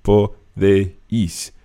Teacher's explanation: And just one thing when you're pronouncing that vosotros form, the podéis, the E and the I of podéis kind of run together. There's not really three syllables in there